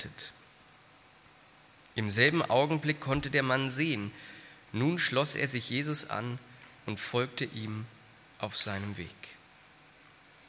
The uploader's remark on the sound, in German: aus dem Gottesdienst der Liebenzeller Mission